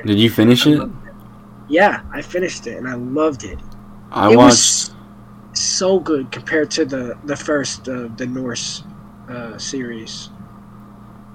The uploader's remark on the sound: Audio quality will get better as we go along still playing with it.